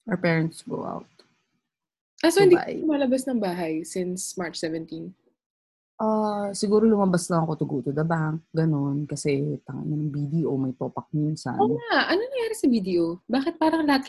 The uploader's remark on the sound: We're also posting our zoom video for this.